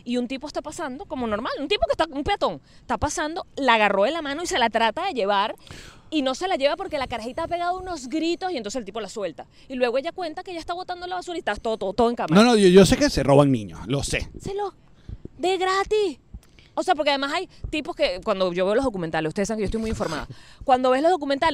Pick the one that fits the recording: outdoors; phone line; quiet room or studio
outdoors